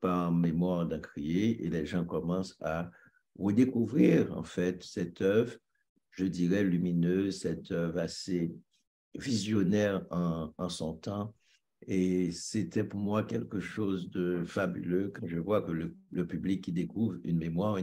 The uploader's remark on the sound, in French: Sur la plateforme Zoom.